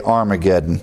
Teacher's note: But normally we just drop that H and say Armageddon in our popular pronunciation.